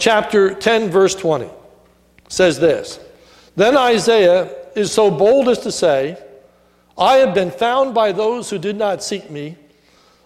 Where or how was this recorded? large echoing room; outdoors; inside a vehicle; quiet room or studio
large echoing room